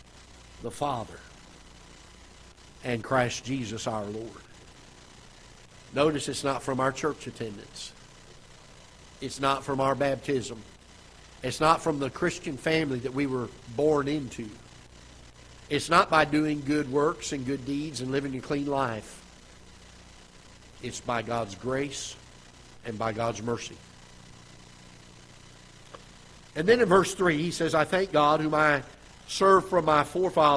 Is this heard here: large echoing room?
yes